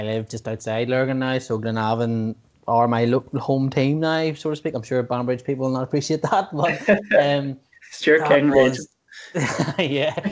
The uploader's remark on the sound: sat down (via Skype) to chat